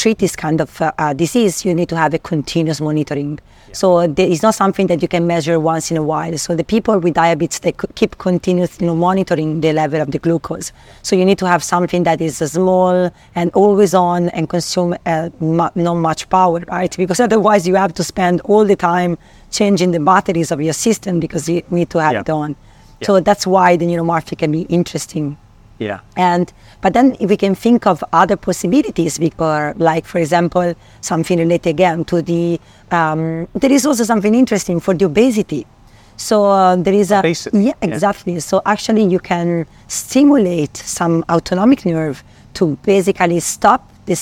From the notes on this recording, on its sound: We recorded our conversation outdoors, at a beautiful seaside location at the 2023 NeuroEng Workshop hosted by the International Centre of Neurmorphic Systems , so you may hear the occasional walker or vehicle passing us. We recorded our conversation outdoors, at a beautiful seaside location at the 2023 NeuroEng Workshop hosted by the International Centre of Neurmorphic Systems , so you may hear the occasional walker or vehicle passing us.